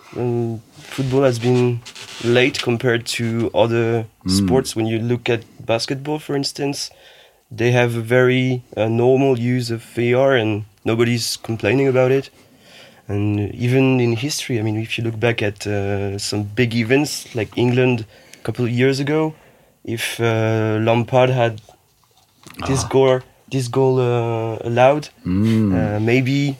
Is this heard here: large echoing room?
no